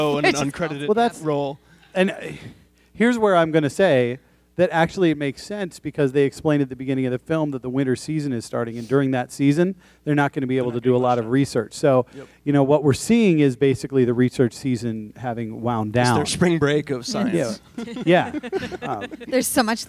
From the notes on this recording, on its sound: Once again, we recorded live at Pepito’s Parkway Theatre in Minneapolis.